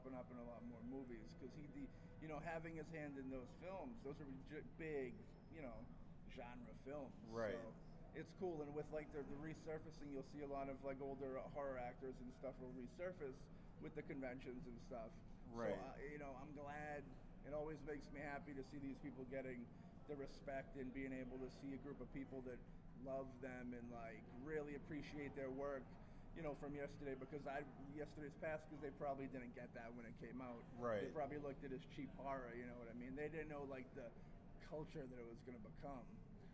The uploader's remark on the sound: Live From Grossfest